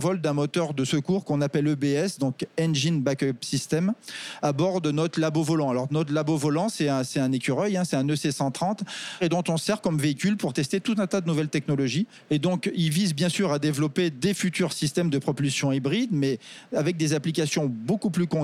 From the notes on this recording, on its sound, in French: Enregistré depuis le salon Global Industrie qui s’est tenu du 17 au 20 mai à Paris. Tous les deux ont ainsi pris place dans le studio d’enregistrement du Hall 5 du Parc des Expositions de Villepinte pour répondre aux questions de notre journaliste.